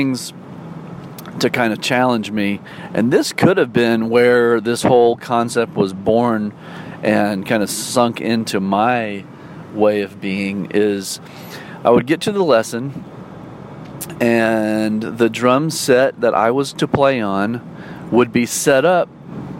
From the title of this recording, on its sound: talks about life while driving to a gig